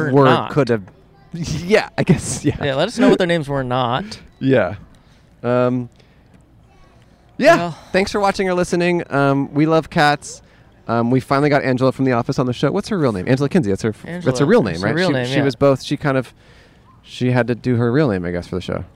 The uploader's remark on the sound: Recorded 10/2/2022 at the Pasadena Convention Center.